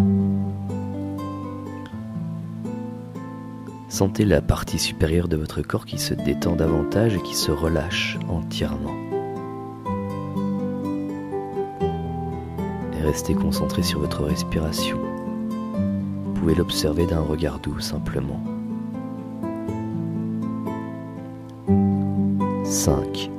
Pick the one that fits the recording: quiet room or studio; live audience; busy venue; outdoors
outdoors